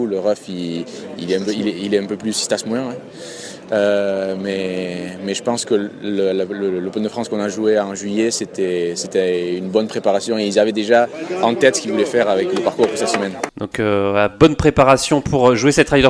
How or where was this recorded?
busy venue